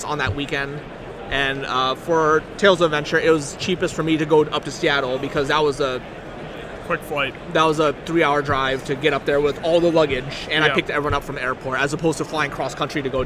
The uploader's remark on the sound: Live from GP Richmond